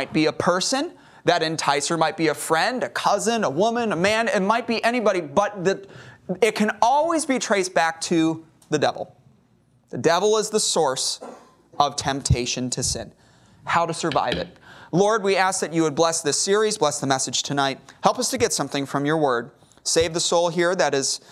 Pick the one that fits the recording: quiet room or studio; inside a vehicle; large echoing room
large echoing room